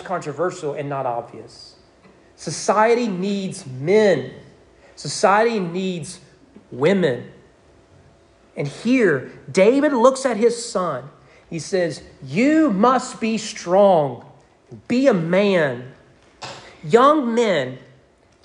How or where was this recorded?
large echoing room